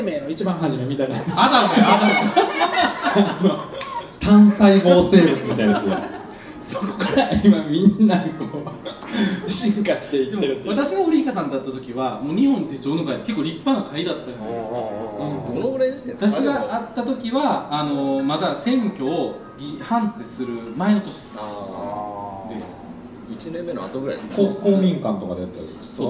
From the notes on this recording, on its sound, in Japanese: 手帳事典2018出版記念 公開録音｣の模様をお届けします。